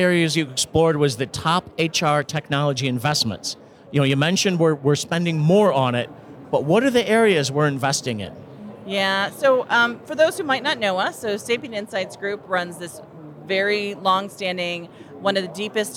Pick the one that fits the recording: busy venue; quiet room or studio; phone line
busy venue